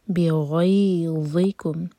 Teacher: ضاء کے لیے ز کا ساؤنڈ نہیں آنا چاہیے